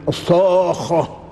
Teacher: الصاد مفخمة من حروف الاستعلاء ومن حروف الإطباق، والخاء خاء مفخمة ومشددة، الصاء مشددة والخاء مشددة، وعند التلاوة نمدها مدا لازما، وهذا المد يعطي انفعالا، الصاخة ولهم كله صاخة وهكذا.